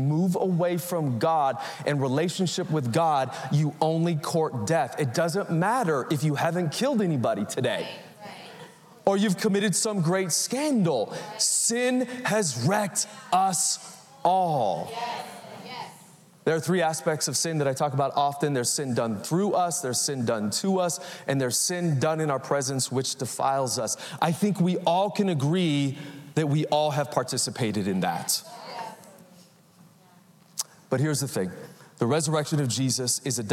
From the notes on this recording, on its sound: Recorded live at Capital Church in Meridian, Idaho Easter Sunday 2023